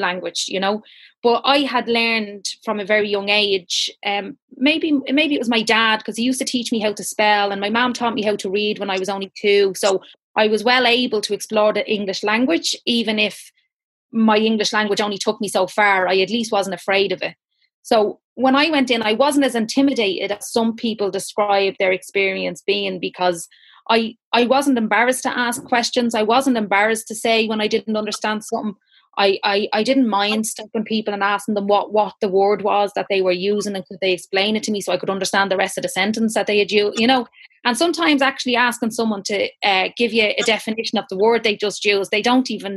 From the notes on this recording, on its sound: An audience of over 150 joined us on Zoom.